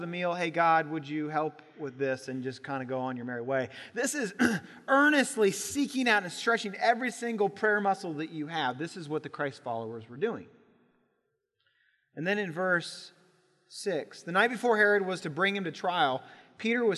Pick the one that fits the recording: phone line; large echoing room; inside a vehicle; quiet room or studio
large echoing room